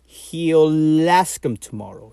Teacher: You can pronounce that L before ask, because ask begins with a vowel.